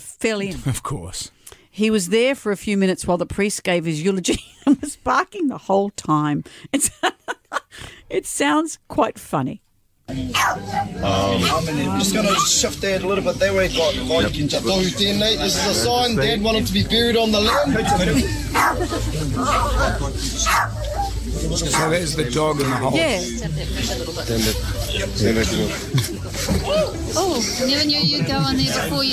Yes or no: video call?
no